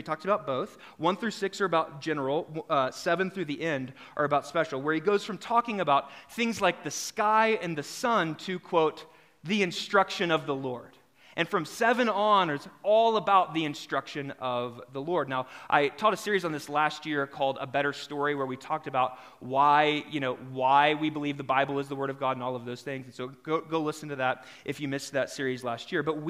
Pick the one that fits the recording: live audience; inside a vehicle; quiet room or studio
live audience